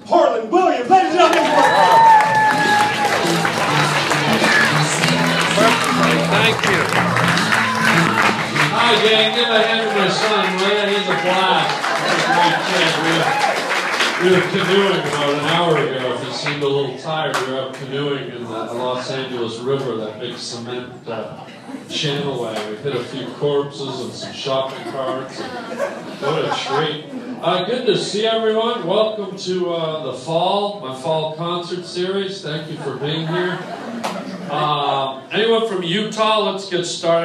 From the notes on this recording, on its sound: a live stand up show